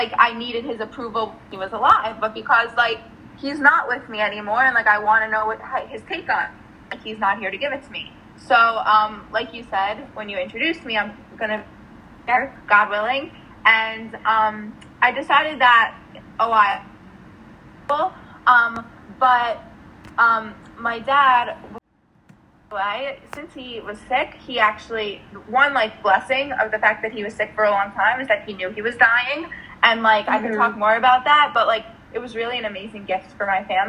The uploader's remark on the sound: This episode had a bit of technical difficulties